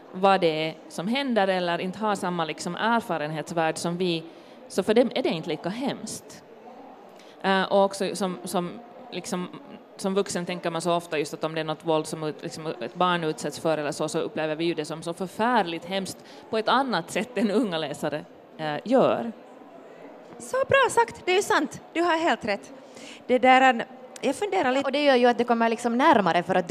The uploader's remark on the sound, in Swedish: LIVE från Bokmässan i Helsingfors. Inför stor livepublik.